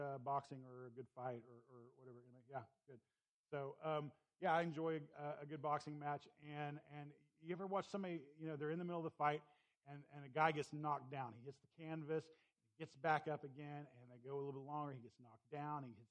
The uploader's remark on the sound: Please excuse the low volume of this recording.